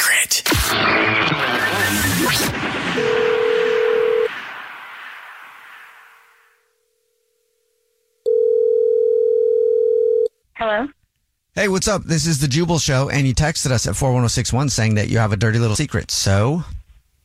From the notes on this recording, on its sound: There is a woman on the phone